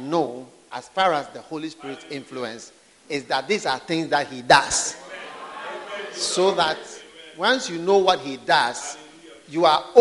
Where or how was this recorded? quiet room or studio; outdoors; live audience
live audience